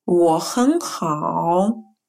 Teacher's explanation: слова я wo и слово очень хэн мы произносим вторым тоном, и только последнее слово хао хороший мы произносим третьим тоном